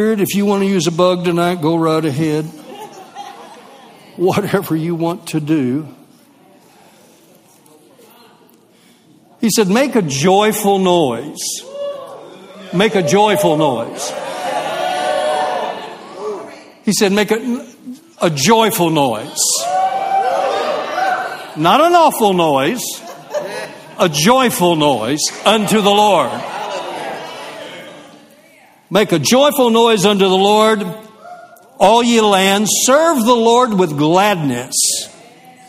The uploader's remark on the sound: LIVE Midweek Service